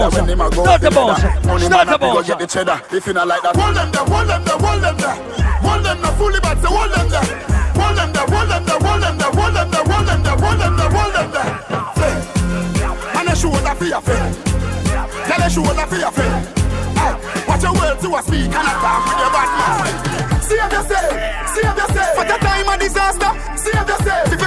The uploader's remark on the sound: Live audio! Live at Island Saturdays on Sept 9th.